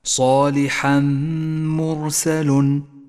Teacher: صالحا مرسل، إدغام بغنة، جاء التنوين وبعده حرف الميم. والواجب هنا أن نسقط التنوين من اللفظ، وأن نشدد حرف الميم، وأن نقف بغنة على حرف الميم زمنها حركتان